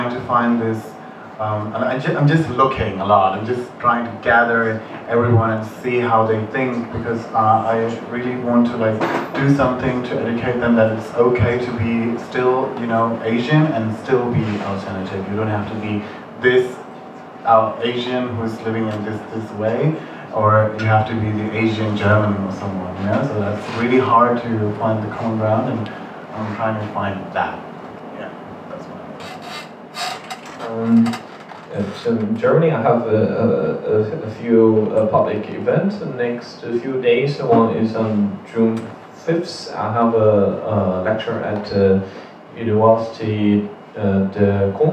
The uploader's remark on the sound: It's a recording of a panel talk. Organized for Asian Diaspora Month 2019. Sorry for the bad audio quality!